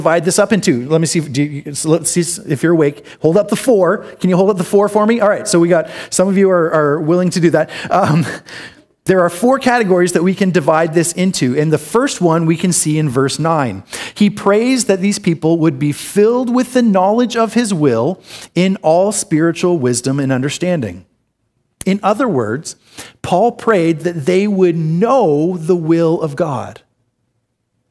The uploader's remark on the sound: This is an audio recording of the second sermon in our series